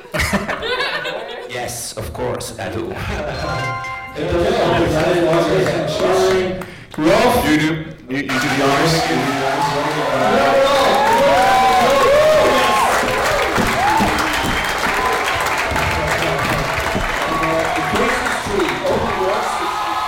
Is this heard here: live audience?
yes